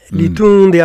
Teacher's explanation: أولا ترقيق التاء لتنذر وليست لتنذر